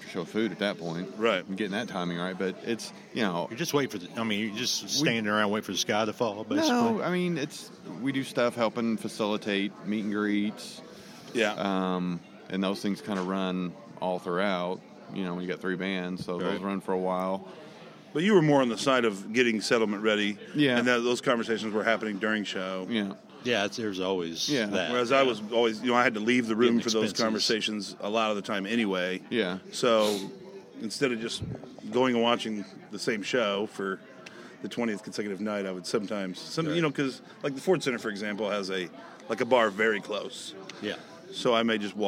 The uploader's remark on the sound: On Location at Doc's. Goes on location to Doc's Sports Bar in Evansville. From the stage at his bar. The lunch crowd didn’t seem to care.